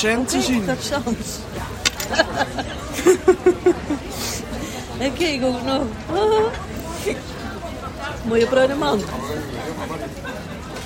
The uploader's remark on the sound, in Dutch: In deze speciale opname horen jullie een simpel gesprekje tussen mijn moeder en mij, op het terras in Eindhoven. Omgeven door mooie gesprekken en stadse geluiden.